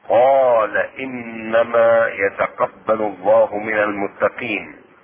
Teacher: قال رجلان يمد حركتين وصلا ووقفا